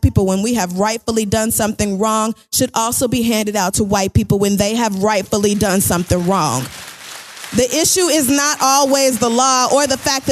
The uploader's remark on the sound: The Read Live from San Francisco